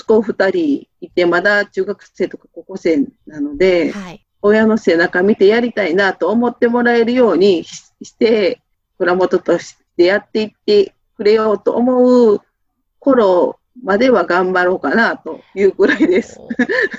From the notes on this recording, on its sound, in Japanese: Zoom収録